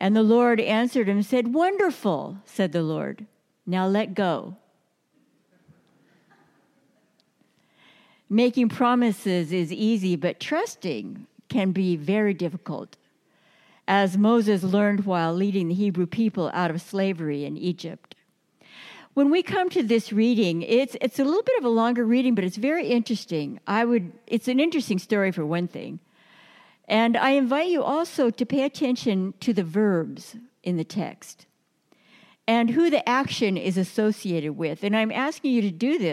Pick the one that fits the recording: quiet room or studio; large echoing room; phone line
large echoing room